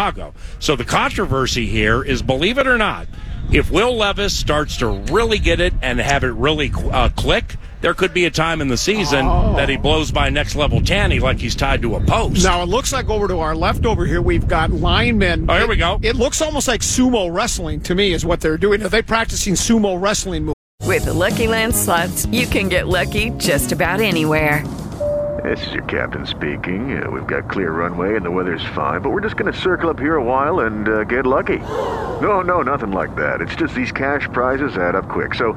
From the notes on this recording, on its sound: Live From Vikings Training Camp!